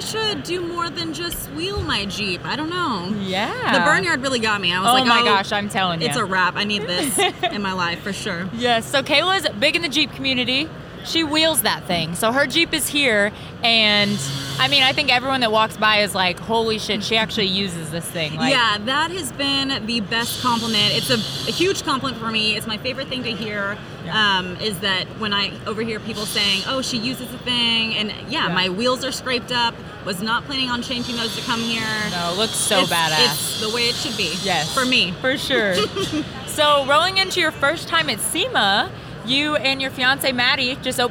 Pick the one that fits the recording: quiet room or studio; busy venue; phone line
busy venue